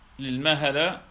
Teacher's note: وقوله للمهلة روي بالضم، بضم الميم وفتحها للمهلة وكسرها للمهلة، 3 لغات أي 3 لهجات كانت العرب تنطق بها، والهاء ساكنة، يعني الميم مثلث أما الهاء فساكنة